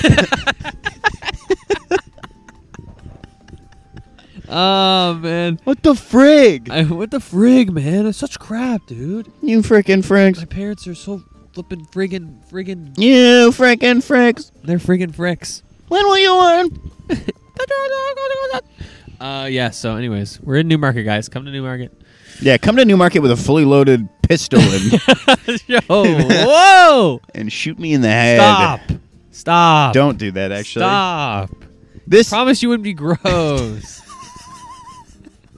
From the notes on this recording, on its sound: outside enjoying nature in the early hours of the morn!